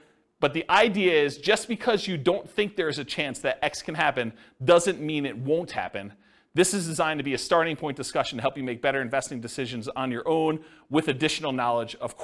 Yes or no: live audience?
yes